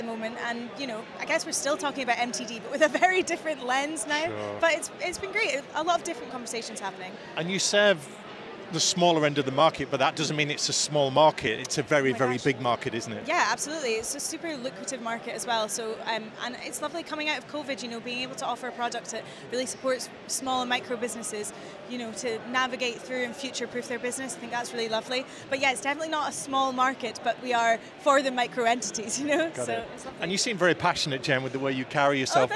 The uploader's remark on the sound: Event Special - Accountex 2023 Live Interviews.